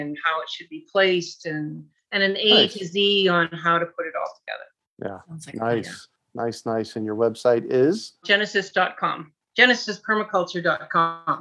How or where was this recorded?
video call